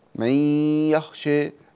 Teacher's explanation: من يخشى الغنى من الخيشوم